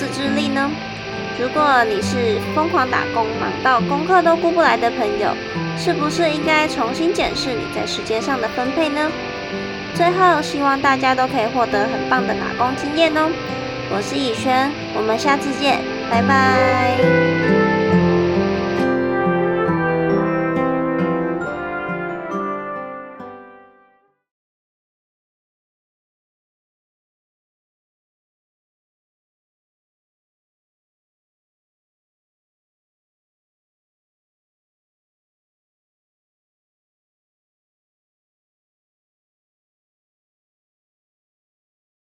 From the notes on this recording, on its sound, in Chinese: 背景都有些雜音， 目前還是想如何調整訪問的錄製方法， 有透過後製盡量降低，但還是有點大聲。